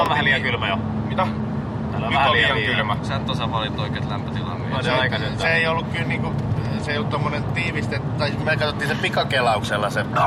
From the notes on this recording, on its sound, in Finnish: Luvassa on jälleen autoilu jakso. Korporaation pojat oli matkalla kohti Viroa ja mukaan oli sattumalta tullut nauhoitusväline.